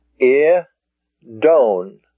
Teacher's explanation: I should say idon, because the accent is on the own.